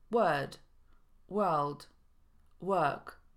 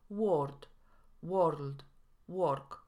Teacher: Długie szwa występuje w słowach word, world, work. · Shown in: first take · My Polacy najczęściej wrzucamy tutaj samogłoskę o i mówimy word, world, work.